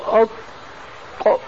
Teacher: الطاء ليس فيها استطالة، لما تنطق بالطاء ساكنة تقول أطق، لكن لما تتكلم بالضاء الرخوة مش الضاد الرخوة الضاء تقول أو، الصوت يخرج من بين الثنايا.